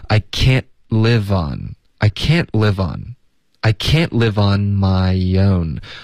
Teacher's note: Can't 的特我们会省略。这个时刻大家一定要尽量导致一个干脆的停顿。Can 这个不行，这个 N 的音拉得太长了。OK，一定要顿。Can't 结尾一旦舌尖顶上个 Ican't，一点这个就够了。I can't live 跟 on 我们要连读